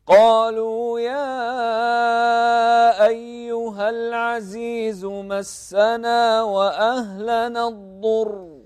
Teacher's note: قالوا يا مد أربع حركات